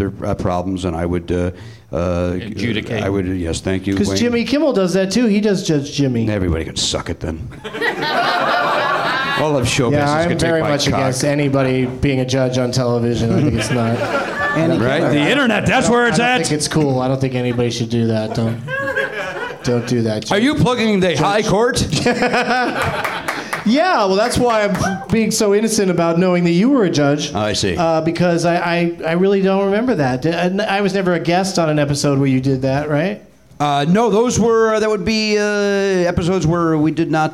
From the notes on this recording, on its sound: Live from the NerdMelt Showroom in LA